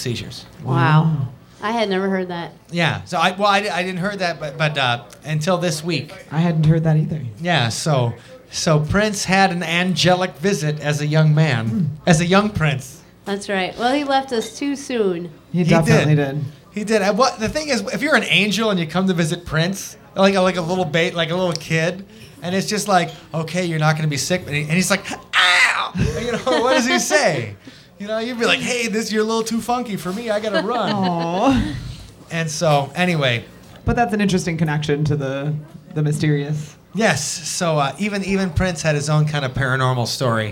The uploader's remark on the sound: Live from the Haunted Old Baraboo Inn